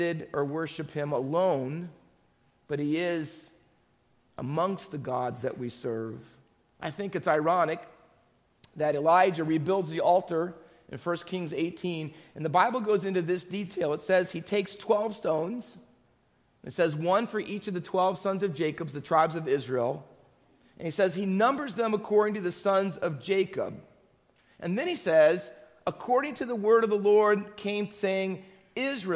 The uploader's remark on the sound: Faith Baptist Church in Hamilton, NJ.